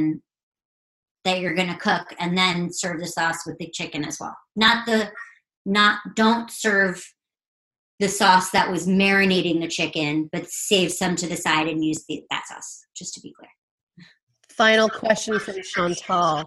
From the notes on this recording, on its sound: An Instagram Live Podcast